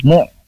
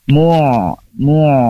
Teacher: Kalau hamzah mu itu harus terpotong, memang harus terputus suaranya, tapi kalau ain dia masih bisa harus mengalir mu, mu gitu ya, masih harus bisa dialirkan sedikit aja.